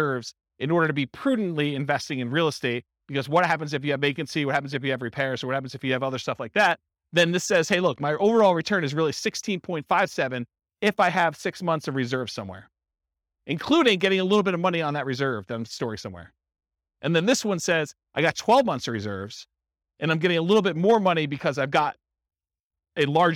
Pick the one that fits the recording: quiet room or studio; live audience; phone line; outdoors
live audience